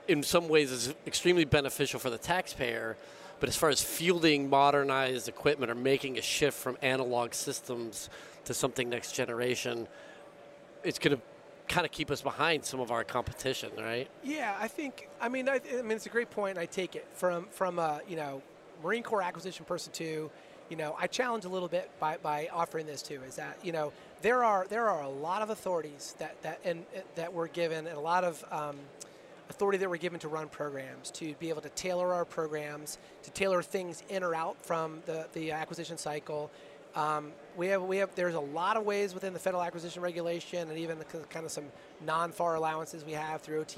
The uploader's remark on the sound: This week we are recording from the floor of Modern Day Marine so that we can bring you the events and personnel of this outstanding convention as it’s going on. One of the guests who came by our booth.